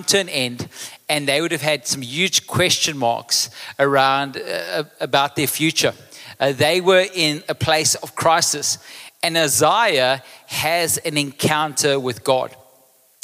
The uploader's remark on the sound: Recorded live on Sunday 9th July the 2023